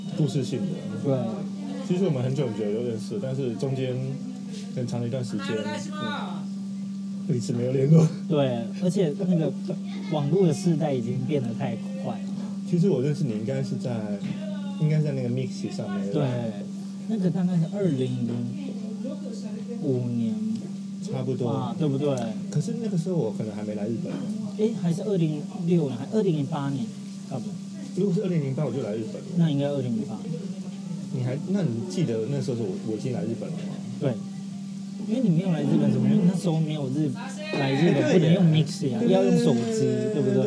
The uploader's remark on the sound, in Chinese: 東京居酒屋夜談。本集節目在居酒屋內錄音，環境吵雜。這一集節目在有樂町和新橋之間的高架橋下居酒屋，邊吃邊聊收音。環境音依然有點吵雜，敬請多多包涵！